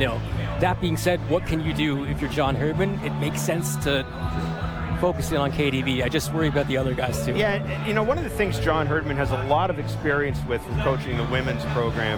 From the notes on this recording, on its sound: on location at Café Diplomatico in downtown Toronto